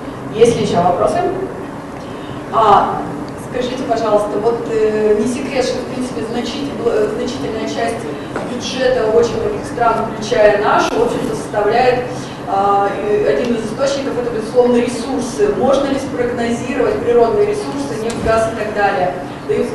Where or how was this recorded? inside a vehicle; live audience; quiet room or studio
live audience